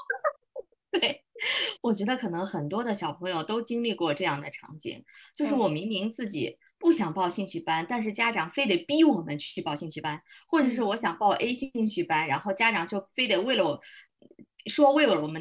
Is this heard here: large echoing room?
no